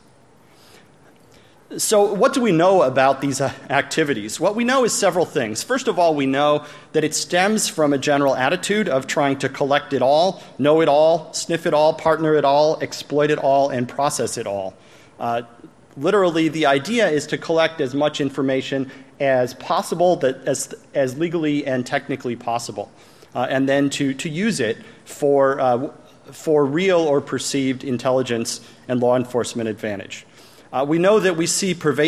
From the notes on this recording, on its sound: plenary session from AusCERT 2014